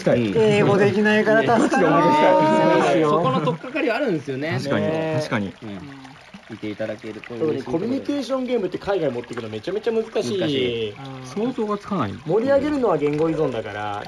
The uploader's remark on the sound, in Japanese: 3月に温泉ボドゲ会に行ってきた時にノリで収録した音源